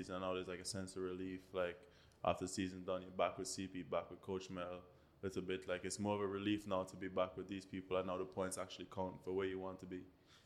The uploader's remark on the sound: This episode of the Weekly Grind was recorded at the 2023 Panamerican Games in Santiago, Chile.